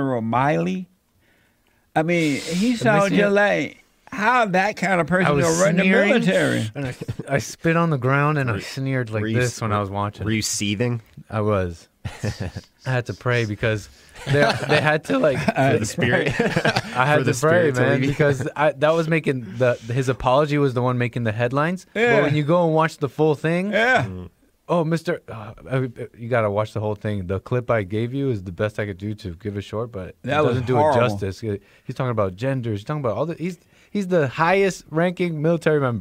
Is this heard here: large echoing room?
no